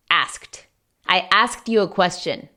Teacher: Si se dan cuenta, la ED suena casi como una T ligerita en inglés.